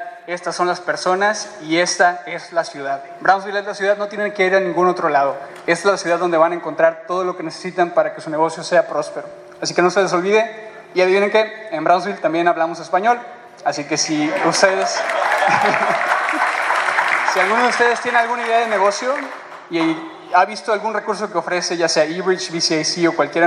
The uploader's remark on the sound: Here is an audio recording from the recent Demo Day.